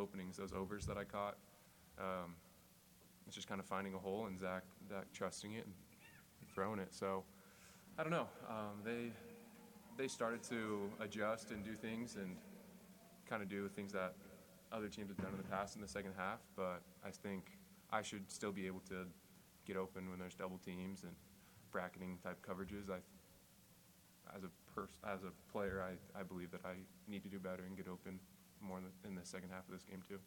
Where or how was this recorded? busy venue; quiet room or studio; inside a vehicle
busy venue